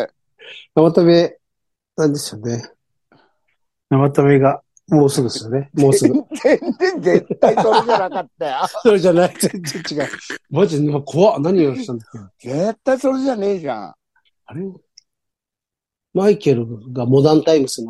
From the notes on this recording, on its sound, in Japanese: ZOOMで収録